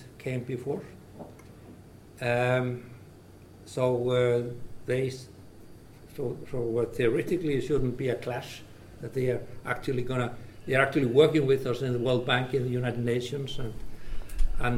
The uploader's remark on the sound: This episode is a recording from our annual summer course Doing Business in China.